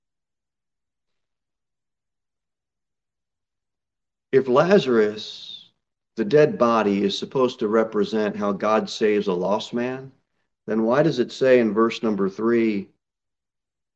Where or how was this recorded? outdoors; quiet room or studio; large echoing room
large echoing room